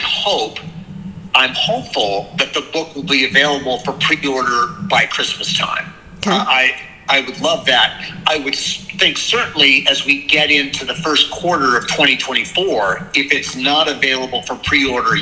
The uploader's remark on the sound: in a phone interview